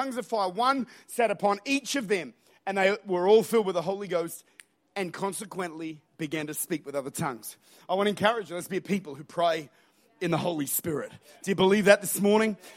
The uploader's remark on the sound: Recorded at Lifepoint Church, Adelaide, South Australia.